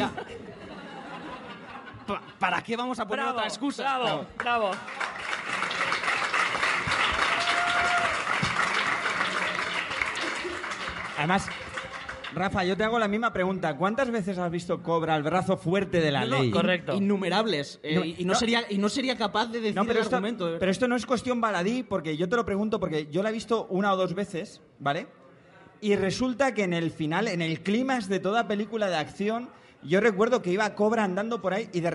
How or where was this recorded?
live audience